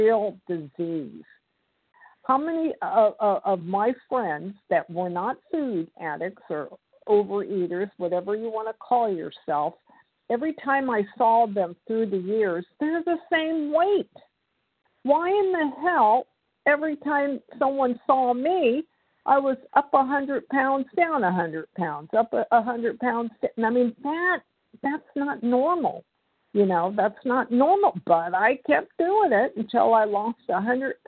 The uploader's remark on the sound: 100 Pounders Phone Meeting, 8/3/23